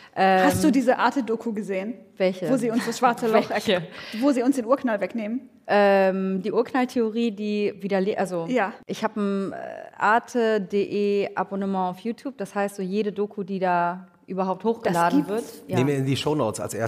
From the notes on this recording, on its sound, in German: Die live auf dem ZEIT ONLINE Podcast-Festival aufgezeichnet wurde.